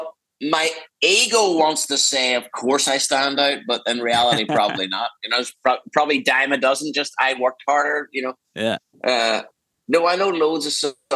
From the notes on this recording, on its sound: We ZOOM to Ireland this week.